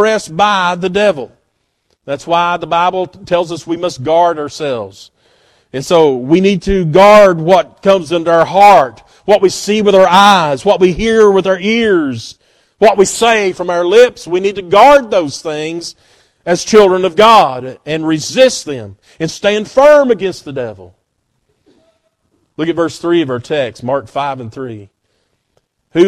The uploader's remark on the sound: at Northside Baptist Church on Sunday morning, February 11, 2024.